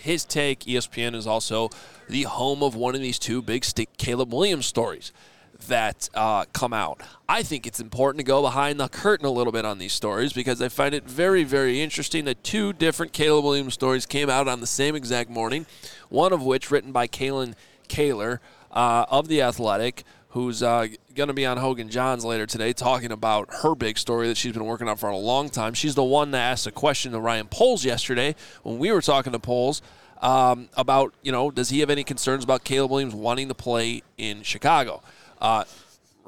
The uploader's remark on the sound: LIVE FROM THE NFL COMBINE